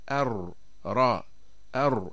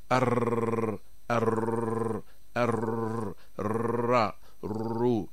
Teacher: يتقعر اللسان، ولما يقرع ما يحاذيه من الحنك الأعلى يبقى في الوسط فجوة يمر منها صوت قليل · Shown in: first take · ولولا هذه الفجوة لانقفل المخرج وصار صوت الراء شديدا، ولولا هذه الفجوة أيضا لارتعد اللسان ولصار تكرار، وهو التكرار المنهي عنه، كأن نقول أر أر أر را رو.